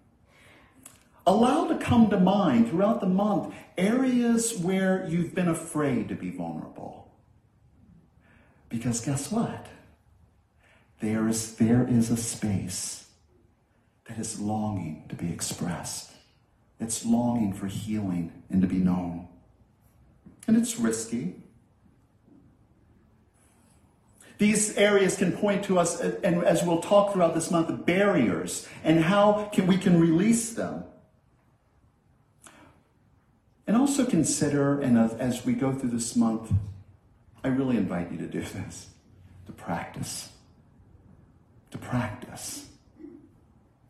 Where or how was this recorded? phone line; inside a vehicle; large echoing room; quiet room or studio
large echoing room